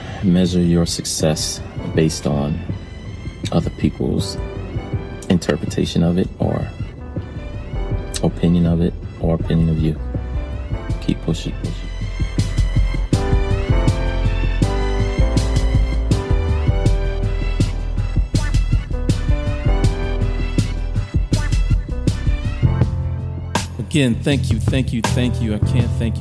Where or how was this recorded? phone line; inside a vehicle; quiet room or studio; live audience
inside a vehicle